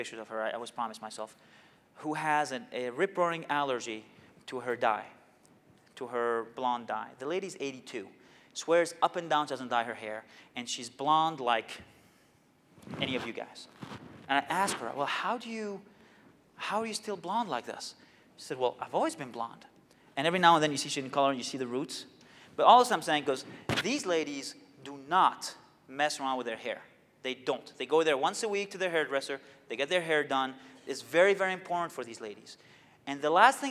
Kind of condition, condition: setting, large echoing room